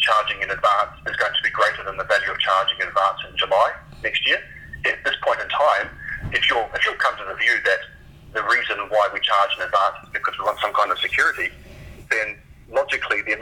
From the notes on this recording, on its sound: has a chat over the phone